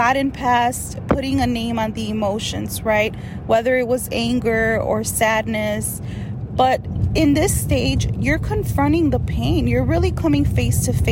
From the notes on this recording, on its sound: This episode is a little different because I am coming straight to you from my car! Yes girl we are in the middle of this Texas storm and without power.